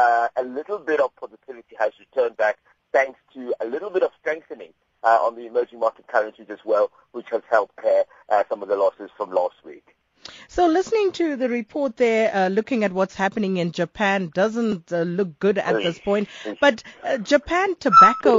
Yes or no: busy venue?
no